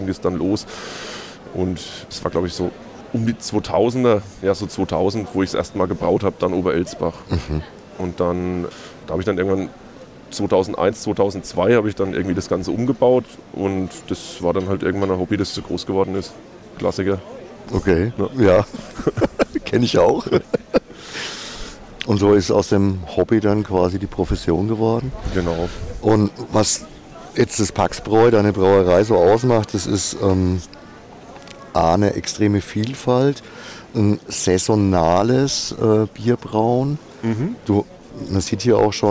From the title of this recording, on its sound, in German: Live vom Rhöner Wurstmarkt